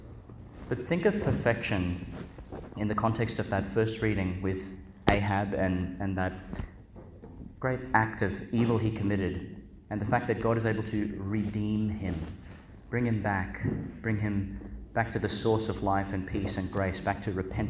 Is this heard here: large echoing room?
yes